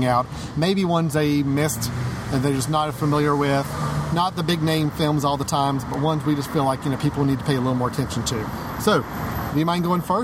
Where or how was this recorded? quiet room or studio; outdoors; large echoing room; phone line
outdoors